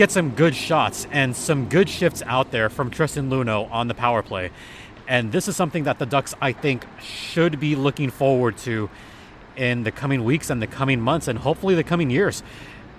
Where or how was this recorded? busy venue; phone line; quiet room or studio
busy venue